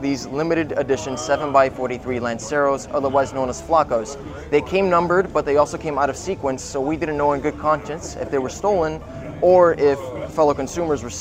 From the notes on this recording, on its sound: Live interview from the Intercontinental Hotel in Doral Florida